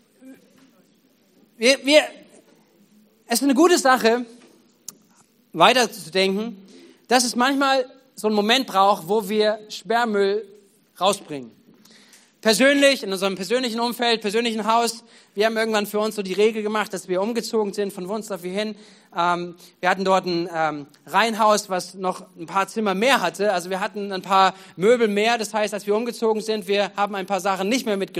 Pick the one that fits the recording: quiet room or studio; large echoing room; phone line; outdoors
large echoing room